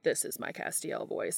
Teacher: this is my Castiel voice. It's down with vocal fry.